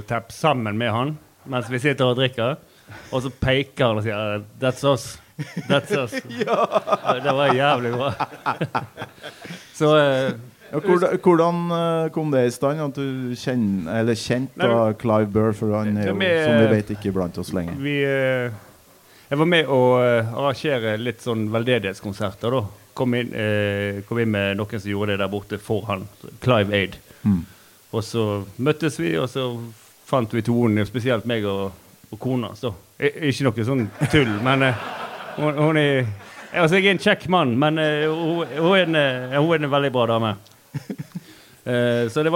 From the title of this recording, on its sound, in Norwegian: Live fra Kopervik